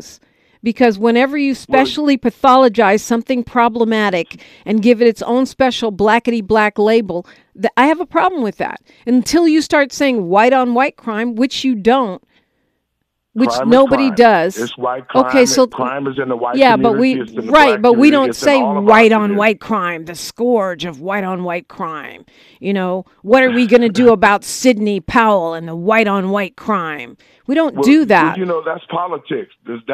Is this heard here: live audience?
no